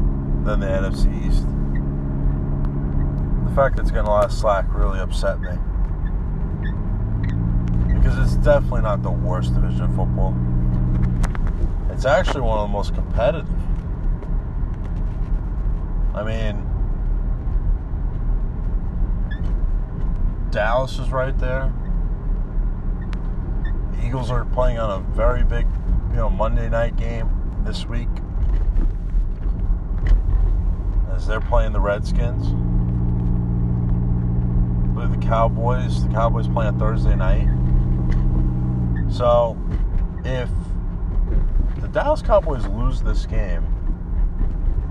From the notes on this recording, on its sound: I rant on the game of football in my car